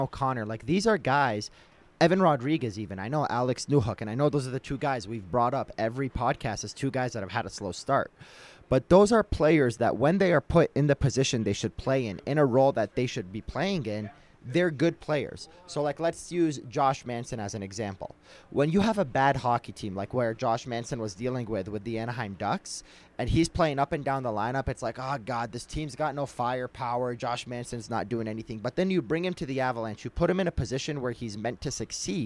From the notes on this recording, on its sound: live at Ball Arena